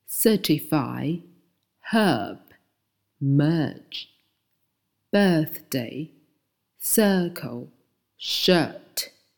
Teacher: 舌头呢要平放，然后嘴巴呢是半开半闭，然后要发长音 · Term: 长元音 · IPA: [ə:]